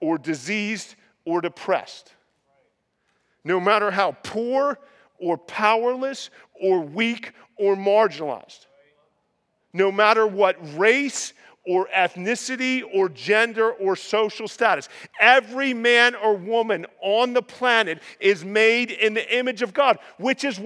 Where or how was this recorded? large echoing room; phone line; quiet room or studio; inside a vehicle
large echoing room